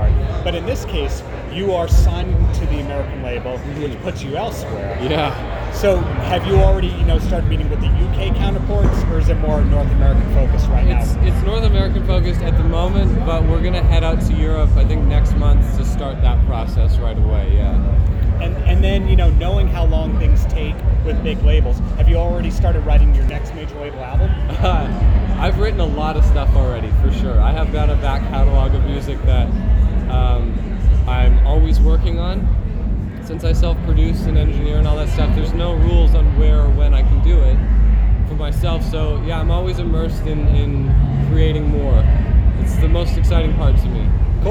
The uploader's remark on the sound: live at the Sonic Temple Art & Music Festival in Columbus Ohio